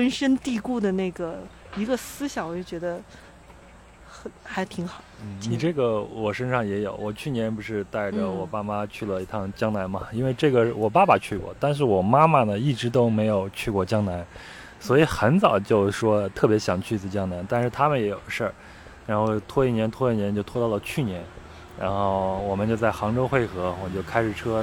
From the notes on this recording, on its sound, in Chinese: 录制地点在北京房山区大石河畔，您能听到树上的蝉鸣、马路上的车声和不远处游泳的小孩子们的喧闹。